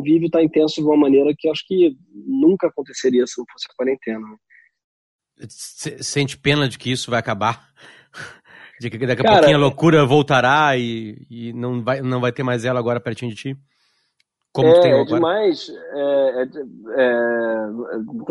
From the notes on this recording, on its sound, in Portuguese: a parte legal de gravar em casa é que o app zoom possibilita, além de escutar, ver as pessoas.